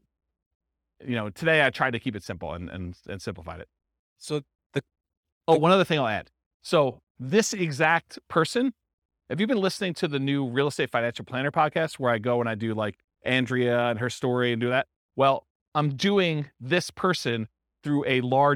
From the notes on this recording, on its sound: This was a live class recorded